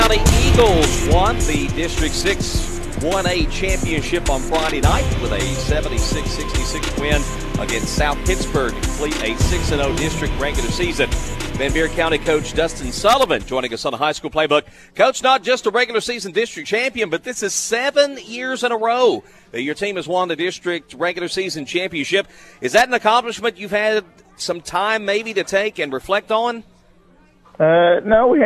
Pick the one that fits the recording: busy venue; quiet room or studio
busy venue